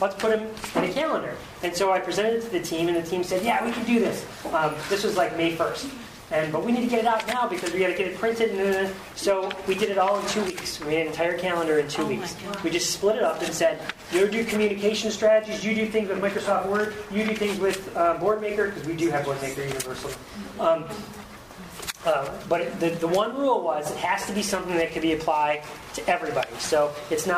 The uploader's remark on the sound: Recording of a live event from the Techknowledgy 2010 Conference in Richmond, Virginia. At that conference I presented a session called Alternative Professional Development.